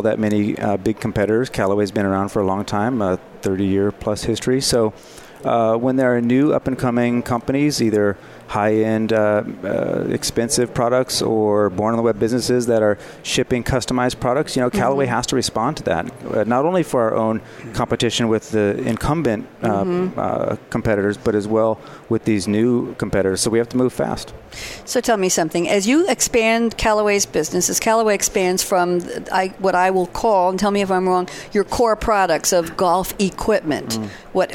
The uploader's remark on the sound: Live from Sap Sapphire Now 2017